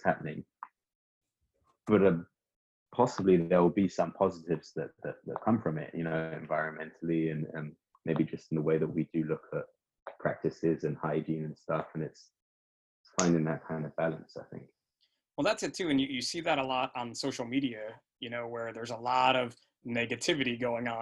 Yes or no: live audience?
no